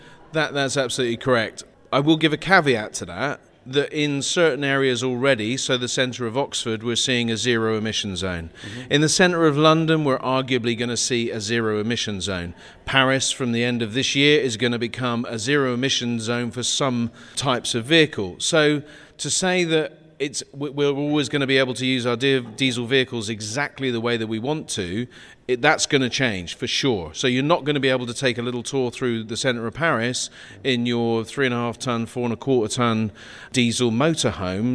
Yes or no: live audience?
yes